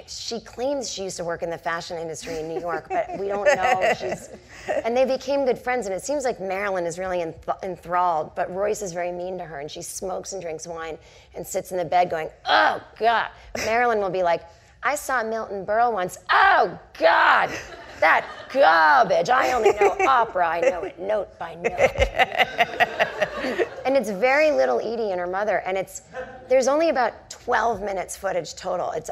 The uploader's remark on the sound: The conversation was recorded on Apr 14, 2016 in front of a live audience at New York's 92nd Street Y.